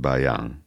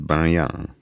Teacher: Igen ám, de az odavalósiak érvényesítik ezt az illeszkedést, és azt fogják mondani, hogy Bahian. Tehát végig orrhanggal fogják. · Shown in: second take